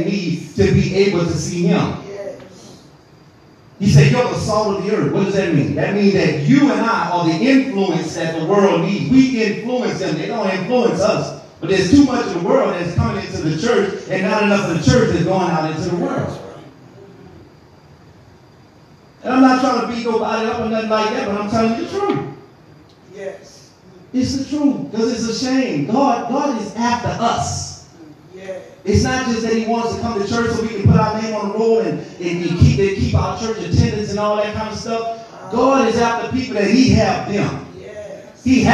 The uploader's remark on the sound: This podcast episode is recorded during our Tuesday evening bible study.